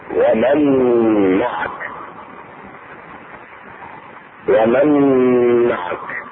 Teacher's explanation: ومثال النون الساكنة في الميم تدغم النون الساكنة في الميم